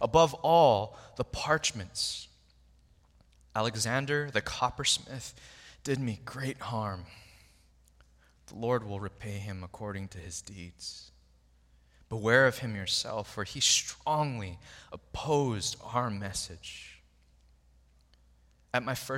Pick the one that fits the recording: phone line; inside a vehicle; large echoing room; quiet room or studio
large echoing room